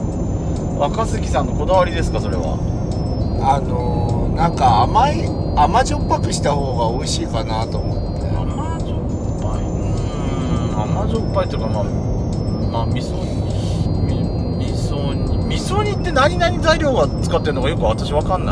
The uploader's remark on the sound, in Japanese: ドライブ収録 #ロードノイズごめんね